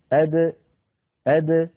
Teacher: أما صفات الحروف التي لا ضد لها فقد اتصفت الدال بصفة واحدة منها، وذلك إذا سكنت، وهي صفة القلقلة. فالدال من حروف قطب جد، فهي حرف مقلقل إن سكن، هكذا أد. لا بد من إخراجها بالتباعد بين طرفي عضو النطق بدلا من التصادم بين طرفي عضو النطق حتى تظهر قلقلتها وتزول منها شدتها التي تزعج جهاز النطق عند الإنسان لو أخرجها بالقرع عند طرفي عضو النطق.